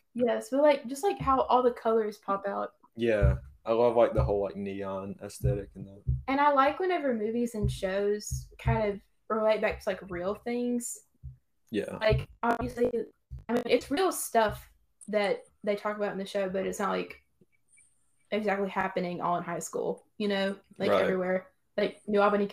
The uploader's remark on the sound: Sorry for the relatively poor audio quality. We had some technical difficulties due to having to record this episode remotely.